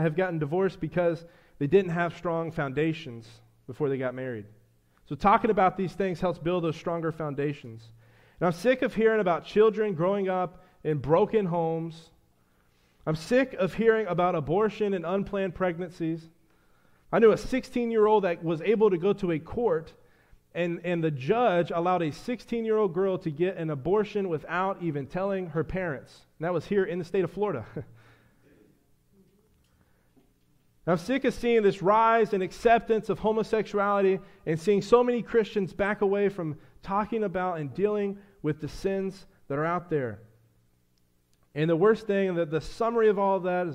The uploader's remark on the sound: A sermon I preached to the church.